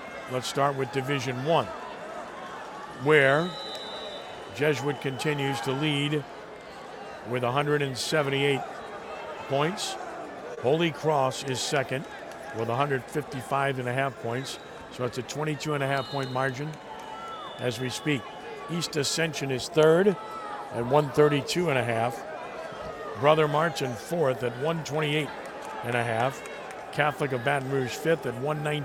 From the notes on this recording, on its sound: live at wrestling championship